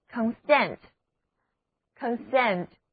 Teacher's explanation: 起， sent 是词根，表示感觉。所以如果几个人都有着一种共同的感觉，那么他们必定会同意彼此的观点，所以 consent 的意思就是赞同或者同意。这里的字母 o 要读作短的 a，而字母 e 要读作 a，重音第二个音节